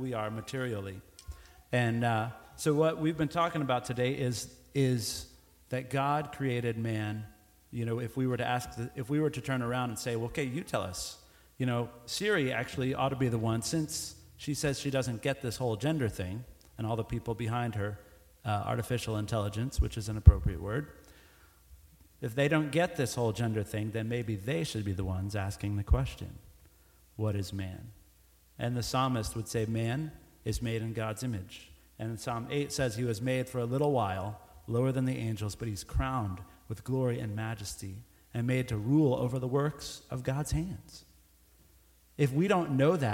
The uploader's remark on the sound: Recorded Live.